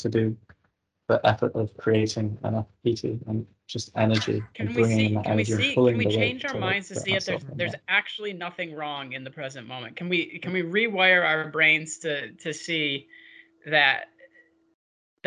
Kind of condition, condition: link, video call